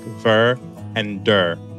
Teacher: some words ending in certain vowel sounds, like the EUX in veux and de, have an added R sound at the end, sounding more like ver and der.